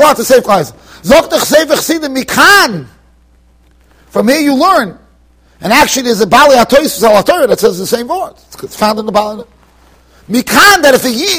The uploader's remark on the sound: Shiur recorded in Yeshivas Ohr Reuven, Monsey NY.